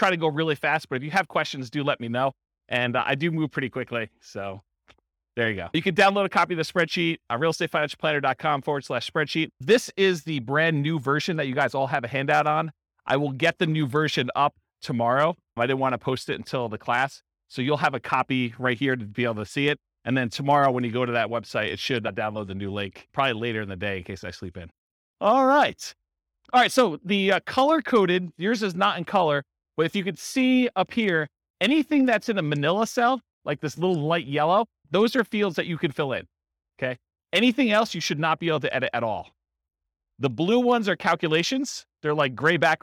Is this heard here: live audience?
yes